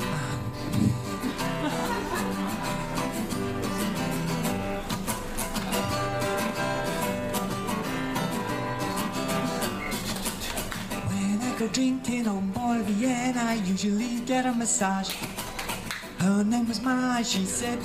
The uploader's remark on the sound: Recorded Live at One Night In Saigon.